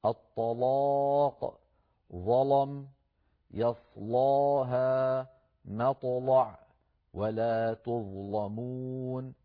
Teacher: وبعض العربي يغلظ اللام المفتوحة إن سبقت بصاد أو طاء أو ظاء مفتوحة أو ساكنة